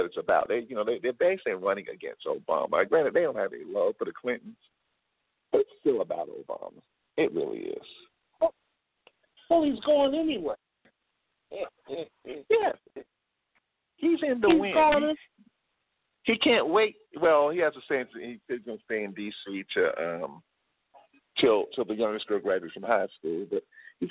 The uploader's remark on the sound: LIVE and call-in broadcast which reviews, analyzes and discusses the major political events and consequences in America.